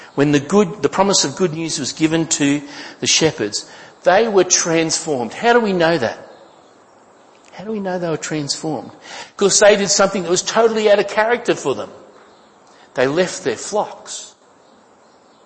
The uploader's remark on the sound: Each week, sermons are recorded for Atherton Tablelands Baptist Church.